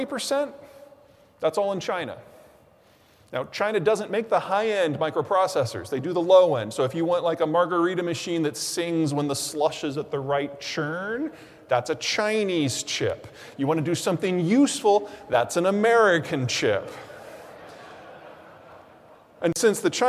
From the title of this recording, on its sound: Keynote Presentation. Presented Sept. 8, 2022